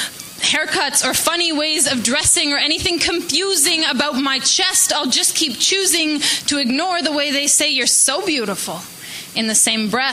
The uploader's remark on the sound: Live from the Vancouver Poetry Slam. Listen in on CJSF 90.1 fm in Vancouver, Canada.